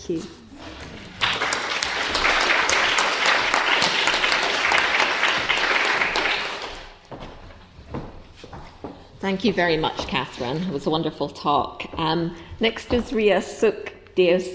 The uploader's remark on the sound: Recorded at the 'Silence in the Archives' conference hosted by the Oxford Centre of Life-Writing at Wolfson College, Oxford on 7 November 2015. This podcast is one of ten podcasts recorded at the 'Silence in the Archives' conference hosted by the Oxford Centre of Life-Writing at Wolfson College, Oxford. Were delivered as part of Panel 3a.